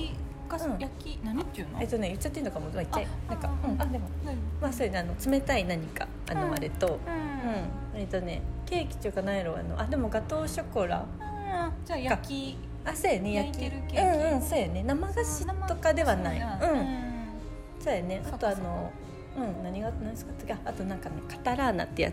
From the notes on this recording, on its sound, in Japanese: アワー食堂スタジオ！アワー食堂さんにすべりこんで、まずはタラタラしゃべって収録スタートさせてもらいましたん。